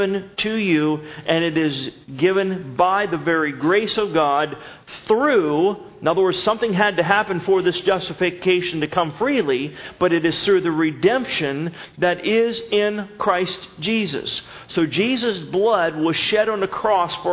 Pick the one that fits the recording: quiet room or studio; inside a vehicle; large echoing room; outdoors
large echoing room